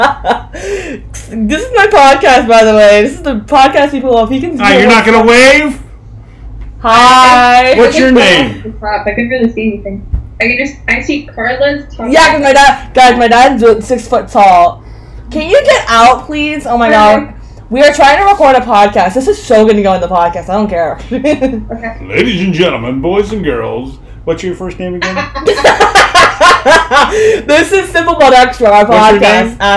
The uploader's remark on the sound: the audio in this episode may be much louder than our normal episodes because we had a technical issue while editing this episode